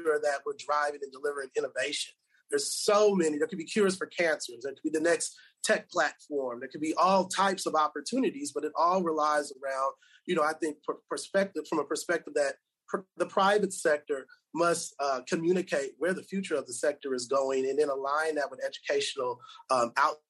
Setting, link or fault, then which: link, video call